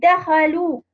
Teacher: دال مع دال، الأولى ساكنة والثانية متحركة، أدغمت فيها إدغاما صغيرا